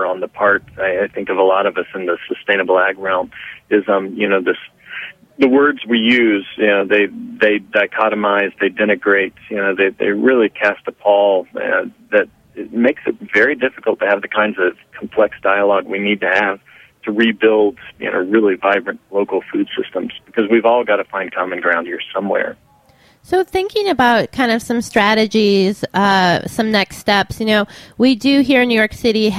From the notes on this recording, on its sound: phones in to talk to us